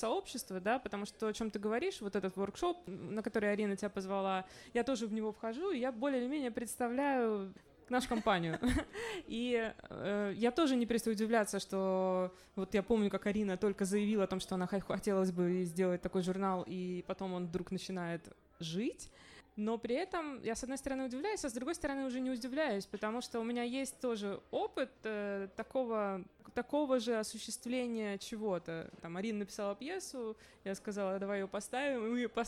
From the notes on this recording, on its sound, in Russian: Открытая запись подкаста «Горячая ультрасовременность» о тонком литературном журнале «Незнание» прошла на трехлетии курсов WLAG (Write Like a Grrrl)в баре «Ровесник» (Москва).